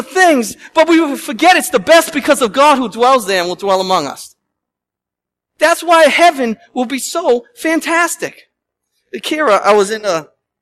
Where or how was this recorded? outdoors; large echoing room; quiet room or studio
large echoing room